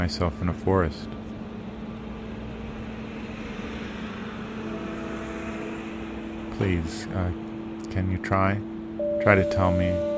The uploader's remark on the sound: Featuring a binaural recording of a walk in Long Island City, Queens, and a quintet of midi-based instruments. A helicopter overhead. The hushed sounds of people talking.